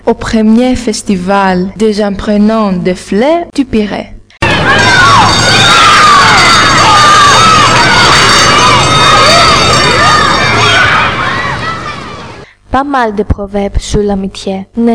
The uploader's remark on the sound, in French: Émission autour du thème de l'amitié réalisée par 8 élèves de la deuxième et de la troisième classe du collège de Kallipolis au Pirée. Moyens d'enregistrement : micro-casque et un micro portable pour les micro-trottoirs.